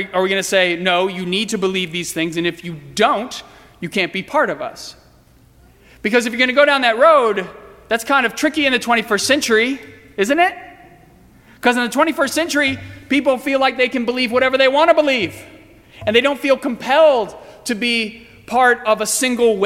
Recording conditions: large echoing room